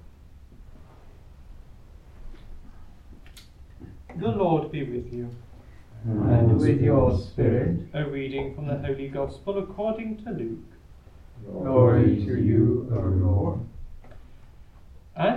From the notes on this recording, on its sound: Recorded live at Southgate House on 23 November 2023.